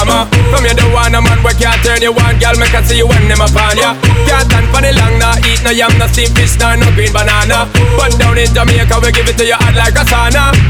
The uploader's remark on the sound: Live set from Houston Hall, NYC. Winter Is Coming Live Mix. Live set from Houston Hall, NYC.